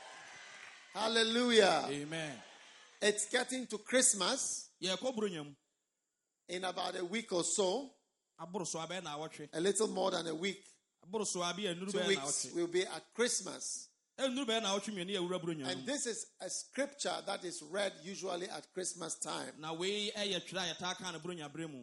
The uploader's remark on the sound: Preached at a Healing Jesus Campaign in Goaso, Ghana